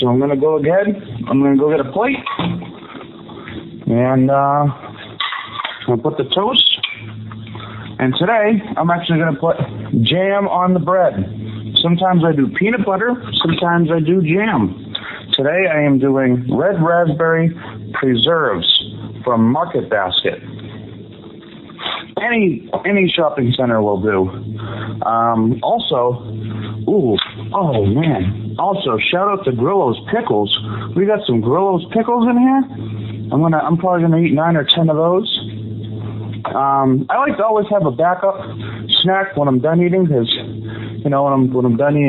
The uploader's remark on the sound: Are in the studio for this episode. Calls in from the Prudential Center in Boston.